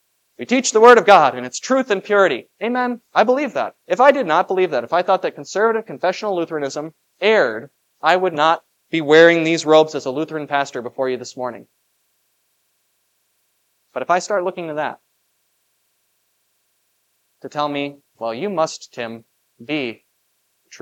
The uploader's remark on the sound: This Sunday sermon. Was preached for the Festival of Pentecost at Grace of God Lutheran on May 28, 2023.